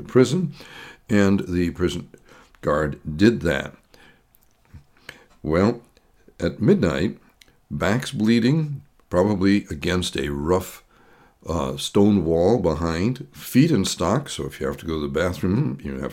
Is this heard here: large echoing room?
no